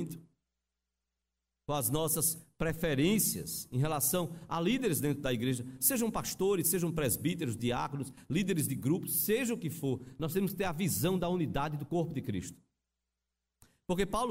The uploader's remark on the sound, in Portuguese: Culto presencial e transmitido ao vivo no domingo (07/11/2021) à noite (18h), com público limitado a 80% conforme novo decreto do governo do estado de PE devido à Pandemia da COVID-19.